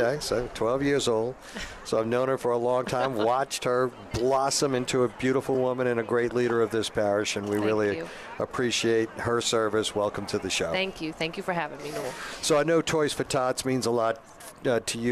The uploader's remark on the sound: Toys for Tots at H2O Salon and Spa in Metairie. Broadcasting LIVE at H2O Salon and Spa where they're hosting Toys for Tots with Marine Corp servicemen.